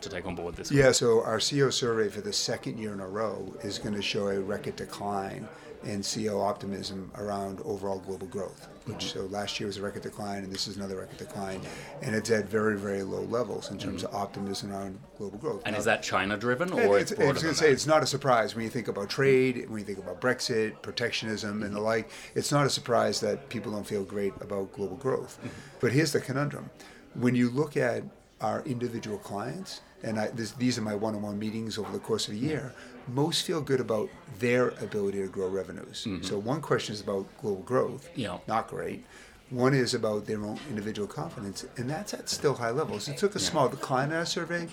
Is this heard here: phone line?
no